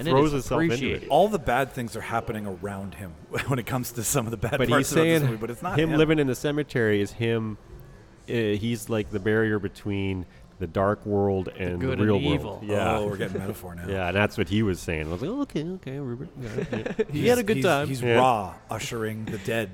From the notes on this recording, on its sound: we go live from The Park Theatre for Cult Movie Night #2